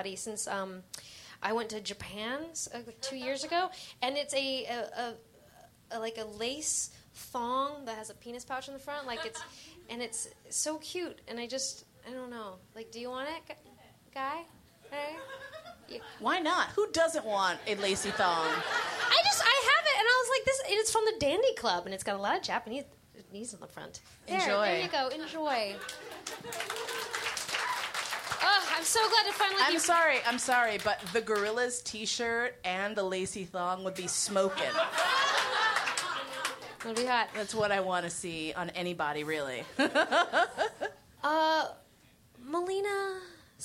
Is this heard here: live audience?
yes